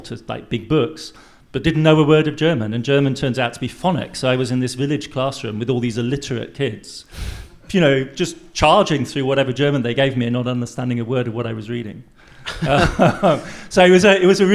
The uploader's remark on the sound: Live From Berlin. This episode is a recording of a live show. At the Prachtwerk in Berlin.